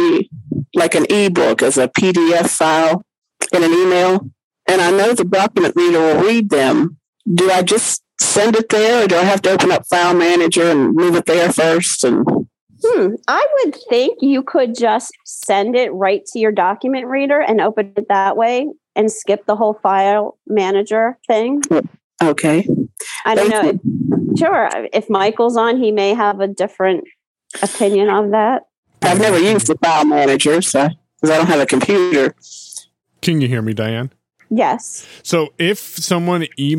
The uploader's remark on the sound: This is the recording of the BlindShell Classic 2 - 101 and Beyond call held in ACB Community on 27 March, 2023.